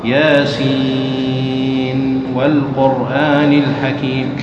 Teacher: الوجه الأول الإظهار، وهذا من طريق الشاطبية والتيسير، تقرأ دون إدغام ياسين والقرآن الحكيم تظهر النون ولا يقع إدغام